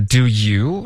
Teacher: 然后他说的是 Doyou，然后他就连发成一个音节了 · Term: 连读